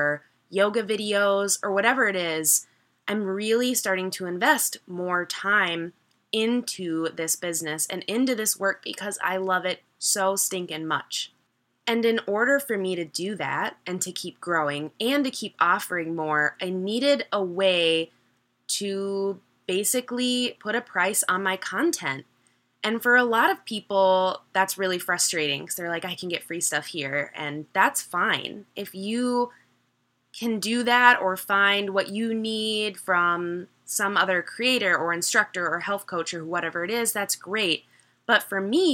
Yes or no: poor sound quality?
no